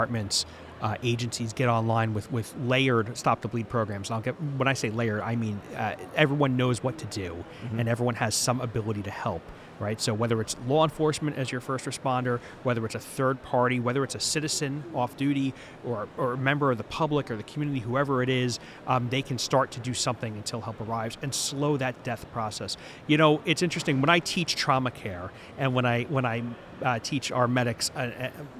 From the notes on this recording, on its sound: Live From Expo 2022. We are releasing never-before heard episodes from EMS World Expo 2022 in Orlando.